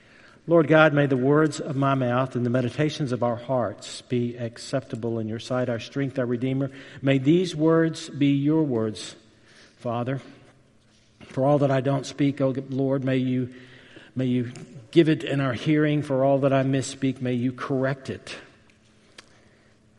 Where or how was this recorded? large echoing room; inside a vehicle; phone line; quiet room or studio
large echoing room